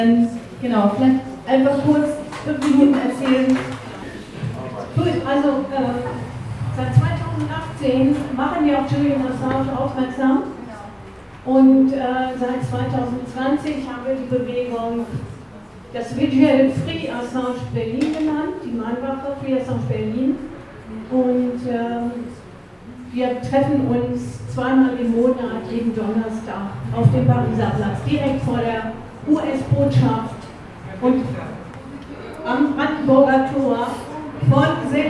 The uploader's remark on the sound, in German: Mitschnitte der Diskussions- und Solidaritätsveranstaltung in der "Mai-Galerie" der Tageszeitung "Junge Welt"